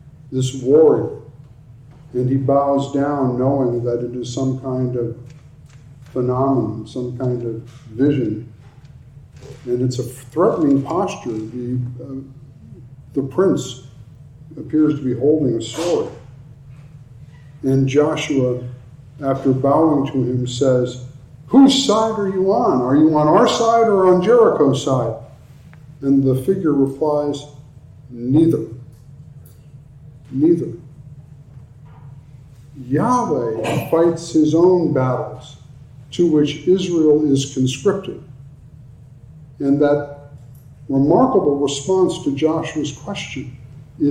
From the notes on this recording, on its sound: talk at the NALC Atlantic Mission Region's Theological Conference